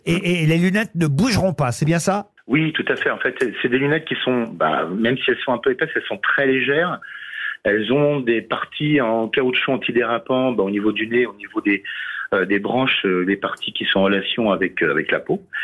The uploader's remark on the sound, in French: les Grosses Têtes ont eu au téléphone